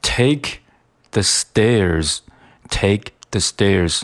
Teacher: 那这个 take 的这个 k 一般来说是要省略的。在你读得比较快的时候，那这个爆破是进行失去爆破的处理。那在我们的这个语音讲解中，我们把这种现象称作读半音。那所谓的半音，也就是我们这个发音只读了一半。那对于一个爆破音来说，如果只读一半的话，那就意味着我们只进行空气的组织，而不进行空气的释放，而一个完整的爆破音需要组织和释放两个步骤。那也就是说，我们在读这个 take 的时候，我们把，要把这个嘴型做到，把空气瞬间给它组织住、停住，但是不进行释放。我们演练一下啊，take，你会发现在我这个 take，这个 take，前